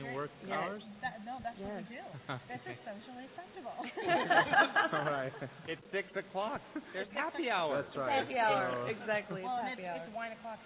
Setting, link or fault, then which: setting, busy venue